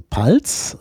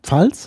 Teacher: Da haben wir dann diese Lautverschiebung, wo halt Verschlusslaute zu Afrikaten und später zu Frikativen werden und dann wird eben P zu Pf. · Shown in: second take